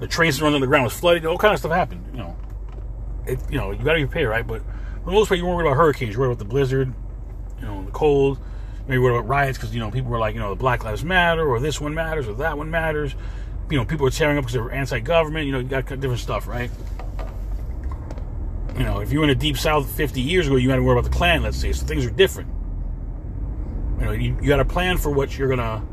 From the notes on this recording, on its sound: In this CarCast